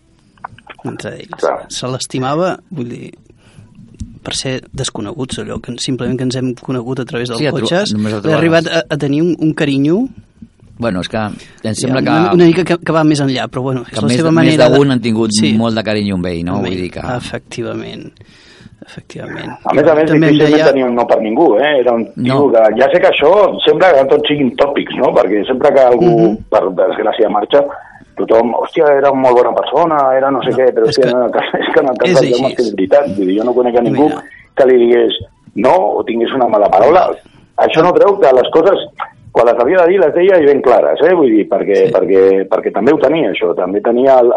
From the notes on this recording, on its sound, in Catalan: Rebem trucada en directe del club ASR Clàssics. Que es troba de ruta amb els 600.